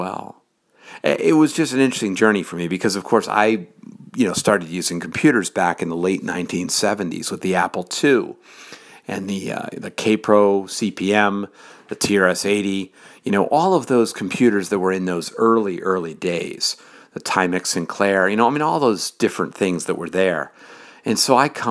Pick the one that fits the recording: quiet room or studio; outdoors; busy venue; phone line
quiet room or studio